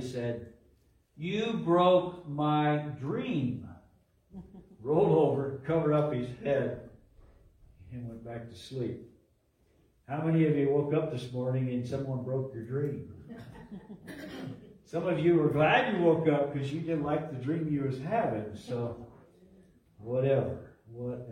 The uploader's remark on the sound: LIVE from Calvary